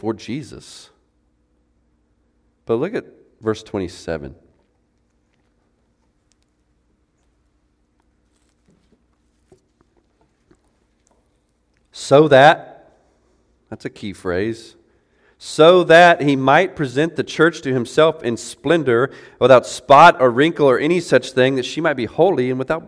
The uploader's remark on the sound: preached the Saturday morning sermon for the Meaningful Marriage Conference